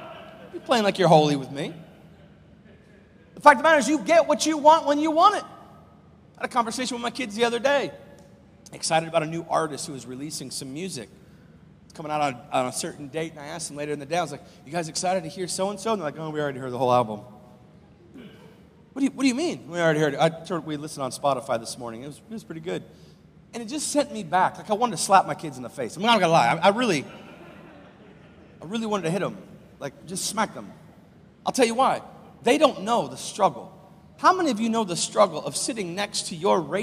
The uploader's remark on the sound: Live from Covenant Church!